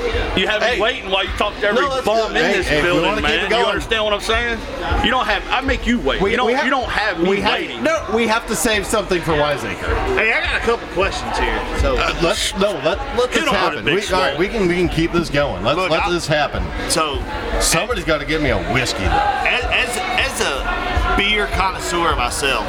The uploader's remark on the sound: on location at Black Lodge